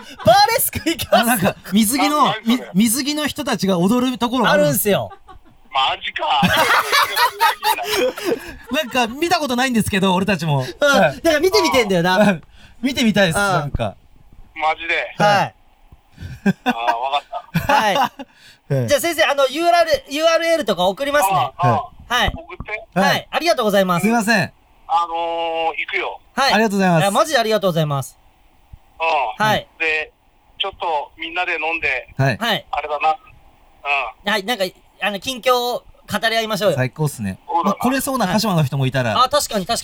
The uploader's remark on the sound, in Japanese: 収録中に突如「あの人」からの電話も！